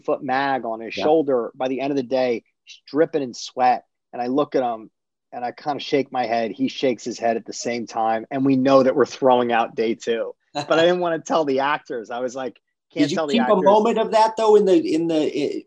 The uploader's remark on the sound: In a spoiler-filled virtual Q&A.